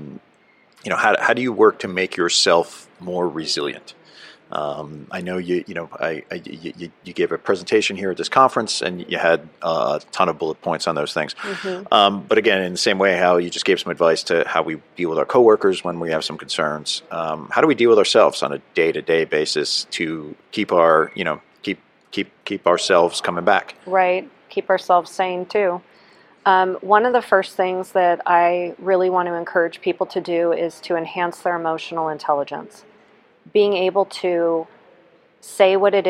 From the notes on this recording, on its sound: A Psychologist from Southern California's Premier First Responder Psychological Services , at the 2023 NEP "We Need to Talk" mental and behavioral health conference in Las Vegas.